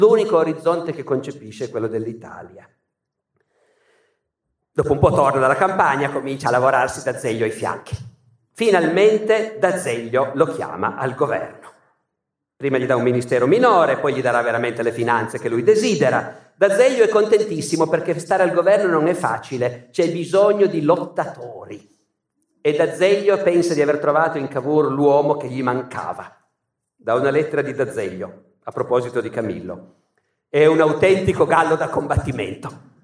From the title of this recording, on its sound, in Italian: Teatro Nazionale di Genova, 2019